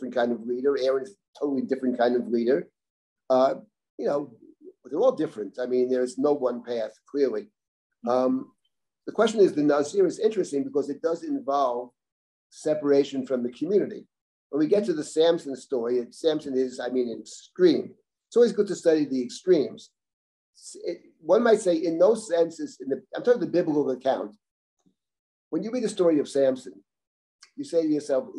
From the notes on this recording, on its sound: This audio was originally captured from Zoom on 02/02/2023 as part of Drisha's Spring Zman.